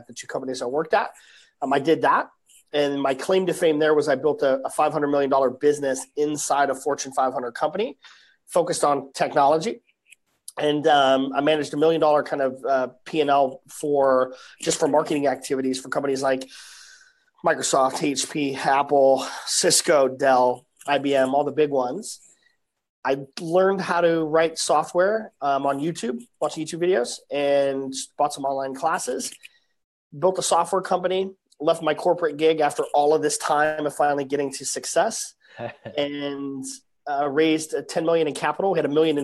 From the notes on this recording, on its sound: The founders and I did a Facebook Live interview